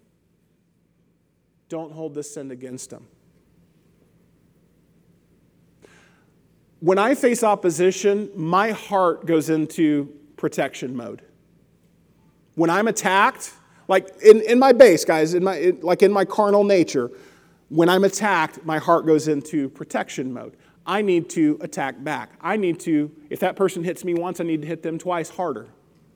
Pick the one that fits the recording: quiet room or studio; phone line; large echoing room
large echoing room